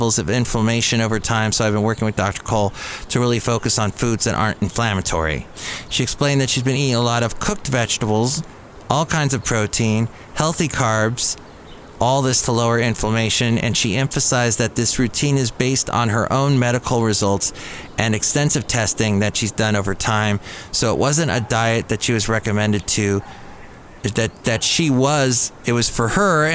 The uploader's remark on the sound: podcasts live from Cafe Anyway